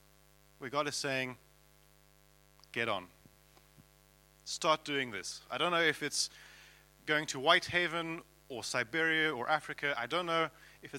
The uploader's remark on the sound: at King's Church, Cockermouth